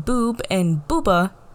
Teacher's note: the oo in boob and booba, that's a backwards-placed vowel, which gives them another round quality.